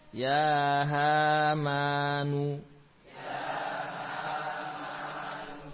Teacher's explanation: diusahakan panjang ya, ha dan ma. Seimbang ya, dua rokat dua rokat.